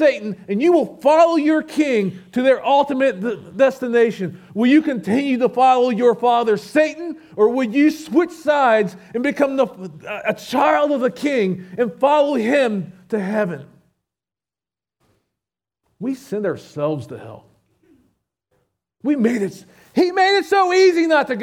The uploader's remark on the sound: SVBC Morning Service. Recorded at Shenandoah Valley Baptist Church on Jul 16, 2023.